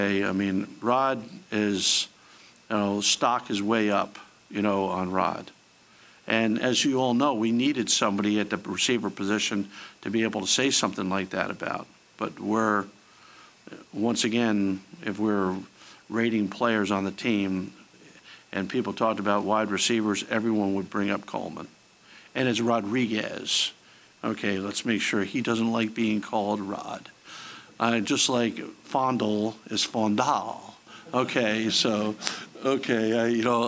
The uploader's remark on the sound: Press Conferences & Post-Game Interviews